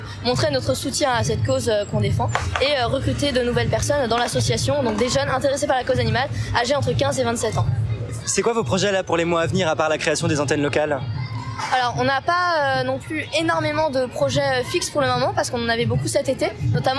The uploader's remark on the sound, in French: Reportage à la Marche contre le spécisme à Paris